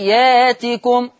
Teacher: قرأ ورش بإبدال الهمز الساكن في لفظ يأتكم